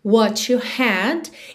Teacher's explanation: a gente tem aquele som to, to, na ligação de what com you